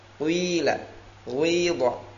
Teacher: Dhammahnya sedikit, ya-nya lebih banyak. Qila, ghidha. · Term: ar-raum